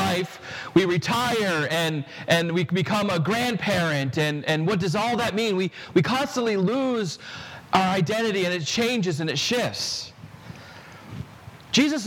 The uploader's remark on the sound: This sermon was preached at Prince of Peace Lutheran Church in Kensington, CT